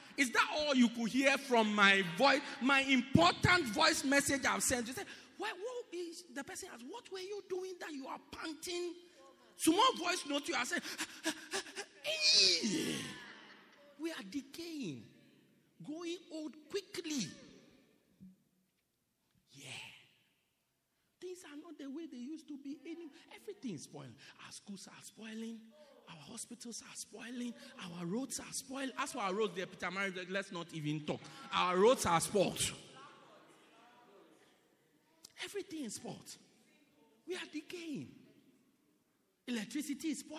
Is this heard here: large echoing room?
yes